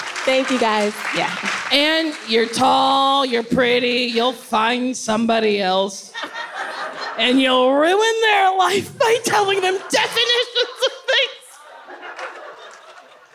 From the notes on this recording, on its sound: This week, we’ve got a couch! We’re live from the Netflix Is A Joke festival. Lots of wonderful questions from our audience!